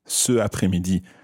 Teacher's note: it would sound a little bit strange to say ce après-midi and move from the e of ce into the a of après